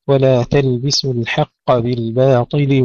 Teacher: ترقيق الباء ثم تفخيم الطاء